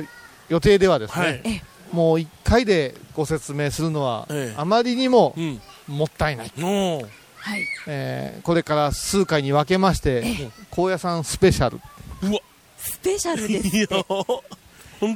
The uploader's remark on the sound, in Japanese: お礼参りに第一番札所、竺和山霊山寺に戻ってまいりました。今回は、四年前に霊山寺をお参りした時の音声も交えてお送りします。